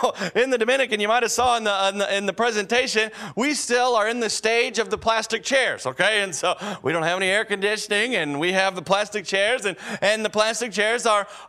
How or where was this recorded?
large echoing room